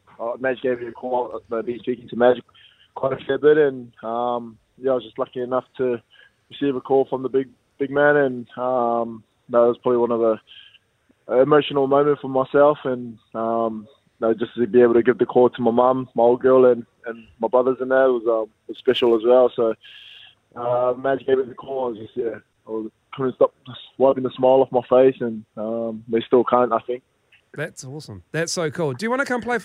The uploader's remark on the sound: We are joined on the phone